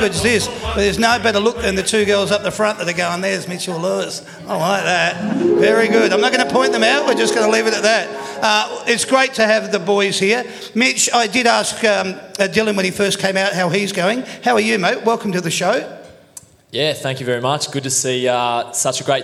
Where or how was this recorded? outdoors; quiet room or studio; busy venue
busy venue